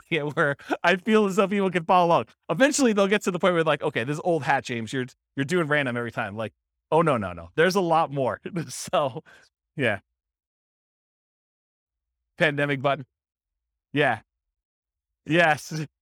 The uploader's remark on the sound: This was a live class recorded.